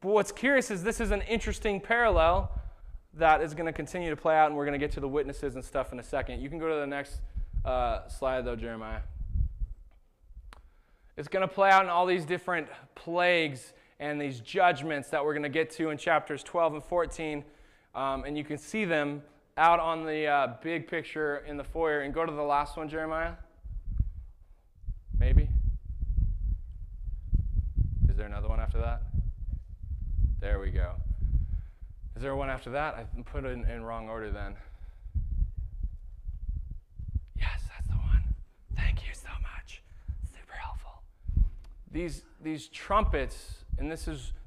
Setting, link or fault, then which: setting, large echoing room